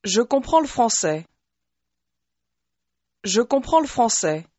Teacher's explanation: The le is just sort of tacked on to the previous word.